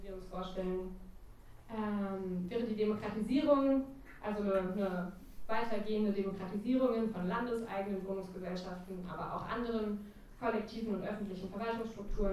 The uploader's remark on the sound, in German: Audiomitschnitt der Veranstaltung vom 24.01.2018.